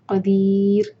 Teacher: را کو باریک پڑھیں گے اس پر سکون لگائیں گے